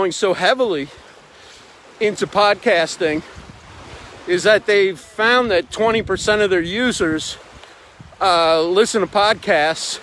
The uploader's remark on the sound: Recorded at the beach! Taken from a livestream.